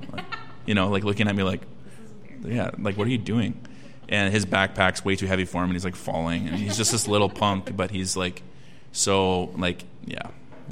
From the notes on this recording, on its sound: The recording from our live podcast event hosted by Thrivent for Giving Hearts Day. At this free event, members of our local community were able to order a coffee.